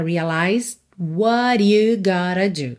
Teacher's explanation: A gente não ouve o D de realized, marcadinho, né?